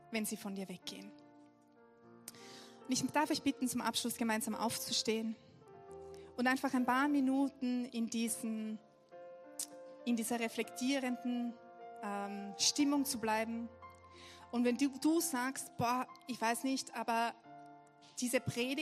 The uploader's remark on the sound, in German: Gottesdienst live aus der LIFE Church Wien.